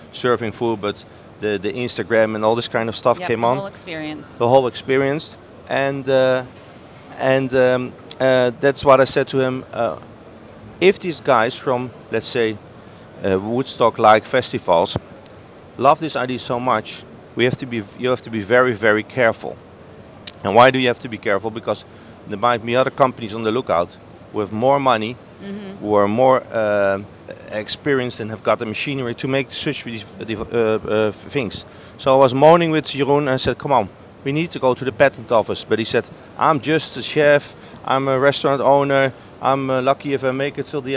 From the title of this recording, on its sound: Live From Seafood Expo Global